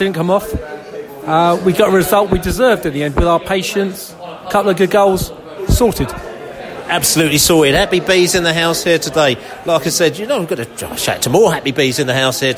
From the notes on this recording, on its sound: Post-match podcast from the pub.